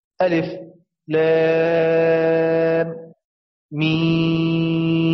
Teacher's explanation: ثم قرأ أبو جعفر بالسكت على حروف التهجي، حروف التهجي افصل بسكت كحاء ألف ألا، ألف لام ميم.